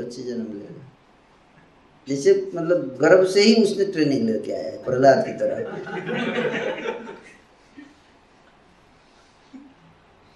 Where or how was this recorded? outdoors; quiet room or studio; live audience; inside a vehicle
live audience